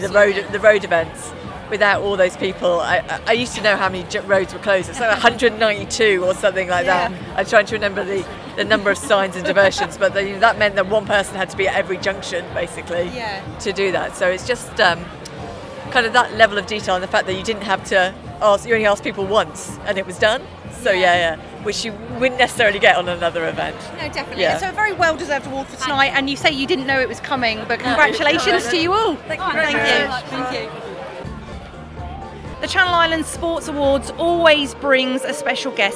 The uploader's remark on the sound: Out and about: Channel Islands Sports Awards. The stories and voices from the 2024 Channel Island Sports Awards.